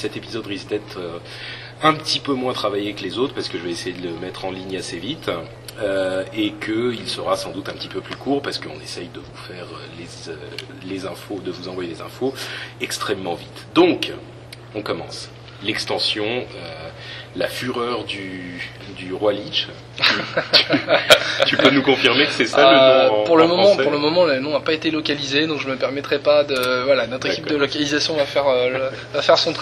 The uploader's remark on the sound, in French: En direct de la Blizzcon, nous discutons de cette première journée à Aneheim.